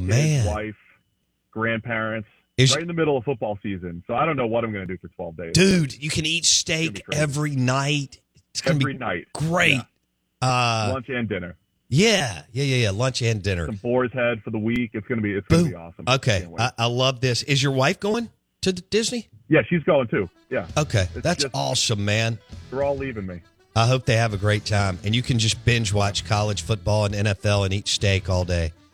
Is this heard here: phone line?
yes